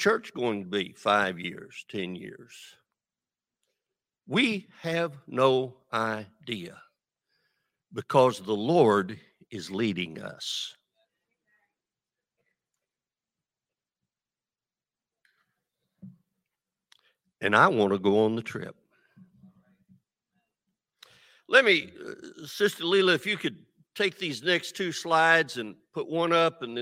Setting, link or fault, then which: setting, large echoing room